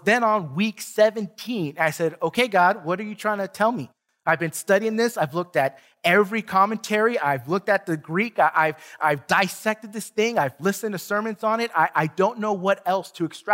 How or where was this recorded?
large echoing room